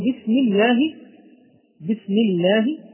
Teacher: إذا وقع اسم الجلالة بعد حرف المكسور فحكمه الترقيق